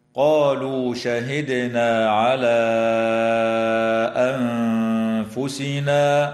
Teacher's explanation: الدال الساكنة من كلمة شهدنا يجب أن تقلقل وصلا ووقفا، وتمد ألف الإشارة في كلمة على حال الوصل بمقدار 4